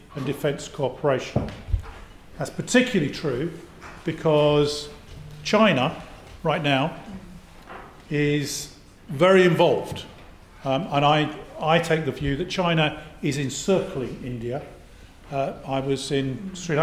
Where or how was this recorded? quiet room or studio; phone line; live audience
live audience